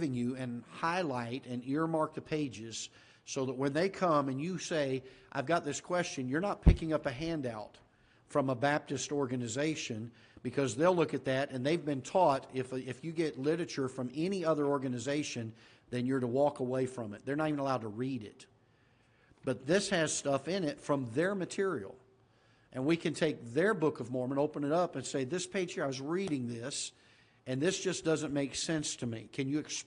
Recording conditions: large echoing room